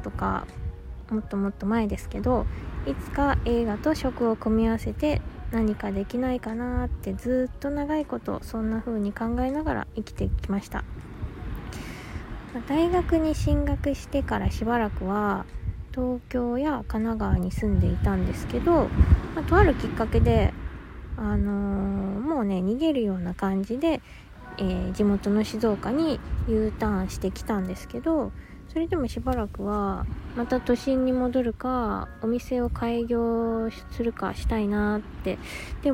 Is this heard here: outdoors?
yes